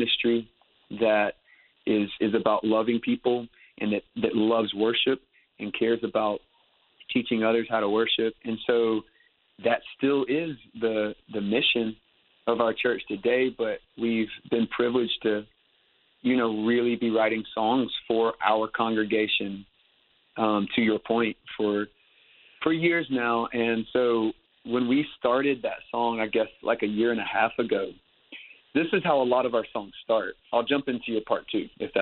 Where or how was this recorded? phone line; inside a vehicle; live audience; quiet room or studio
phone line